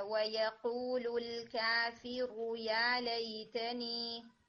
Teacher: جو ورڈ آئے نمبر 40 میں ہے الکافرو یہ جو ہے رو شارٹ پڑھا جائے گا یہ آپ کا تھوڑا سا اسٹریچ ہو رہا تھا